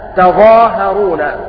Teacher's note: بفتح التاء وتخفيف الضاء والهاء، تظاهرون. وأصلها تتظاهرون، فحذفت إحدى التاءين.